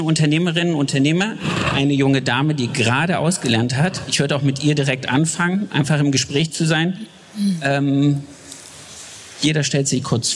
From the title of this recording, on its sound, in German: LIVE aus Erfurt von der Styl Com